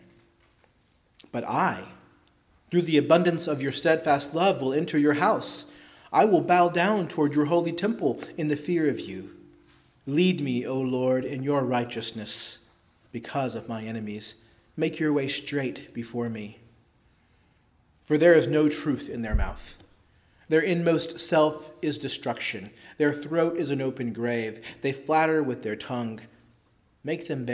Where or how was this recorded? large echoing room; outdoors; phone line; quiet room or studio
large echoing room